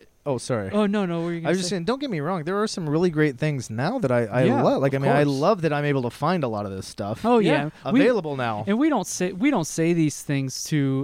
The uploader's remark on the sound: Are in the same spot as their guest. Decided to celebrate the occasion by recording outdoors! It's harder to distance while inside.